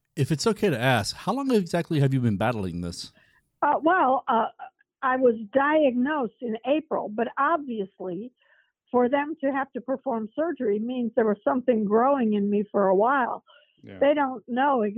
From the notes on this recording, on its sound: This phone interview is being released uncut and with no promos or sponsors.